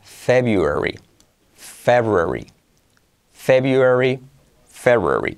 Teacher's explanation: Fíjate que tiene esta E que es abierta